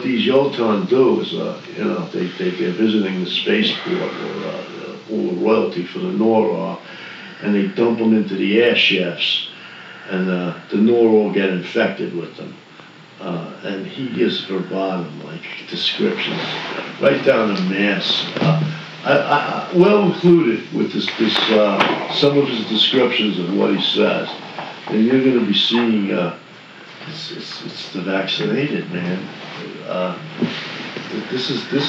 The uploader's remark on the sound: We are still learning the new equipment. Bear with us on audio quality.